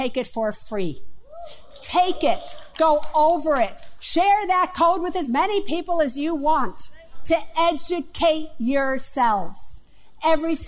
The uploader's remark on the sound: Appearance at the legendary Apollo Theater in Harlem, NY, as part of the Women of The World Festival on March 16, 2019.